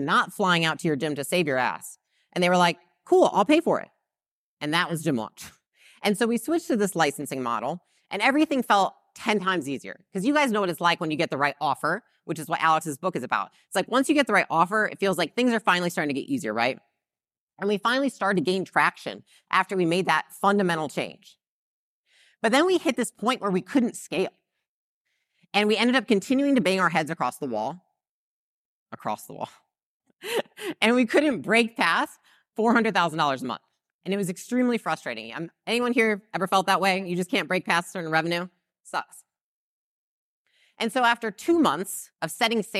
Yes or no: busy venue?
no